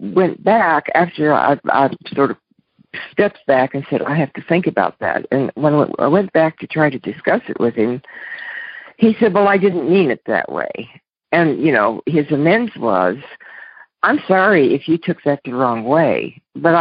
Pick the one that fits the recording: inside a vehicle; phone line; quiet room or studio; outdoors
phone line